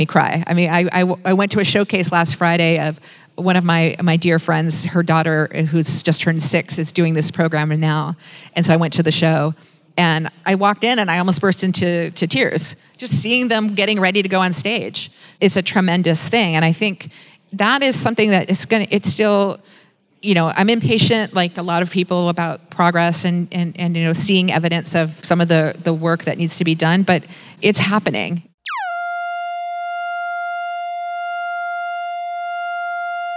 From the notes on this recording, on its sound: Live from Indie-Con Australia 2018.